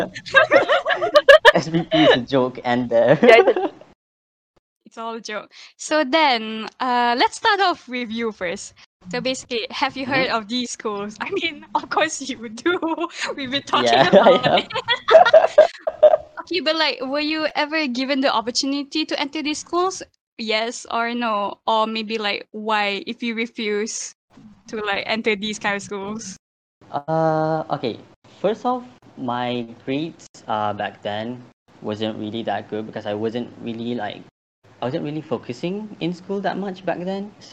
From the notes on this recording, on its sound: This is the recorded version from our live podcast on MYANDORI discord server during 8th May 2021